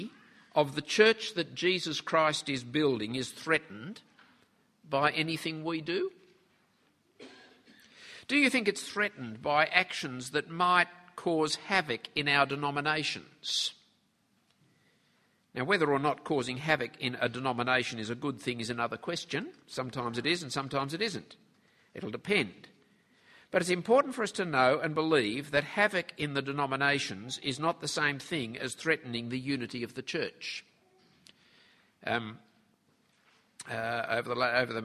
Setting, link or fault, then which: setting, live audience